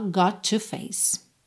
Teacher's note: Got com to, junta num T só